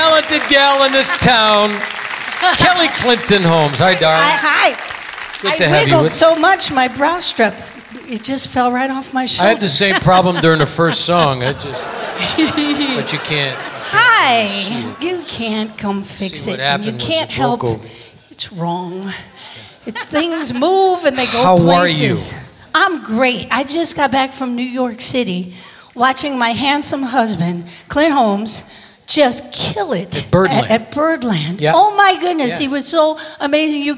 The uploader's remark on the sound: Live at the South Point Casino 04-21-2017